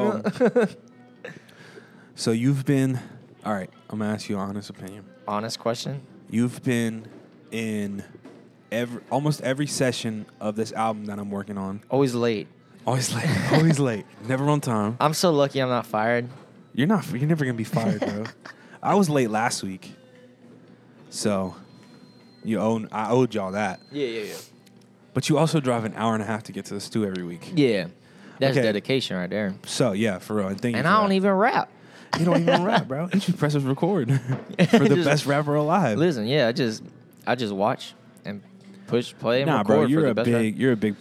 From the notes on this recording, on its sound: We recorded this episode in the middle of a Mcdonalds.